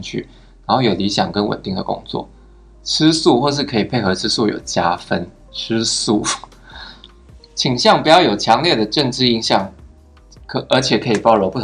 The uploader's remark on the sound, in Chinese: 收音跟內容都很陽春。